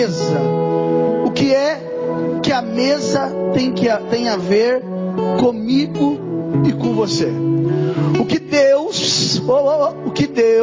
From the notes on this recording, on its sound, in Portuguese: Mensagem gravada em 28/01/2024 - Culto da Família